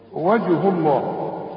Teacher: ما دام اله مضمومة بنفخم لفظ الجلالة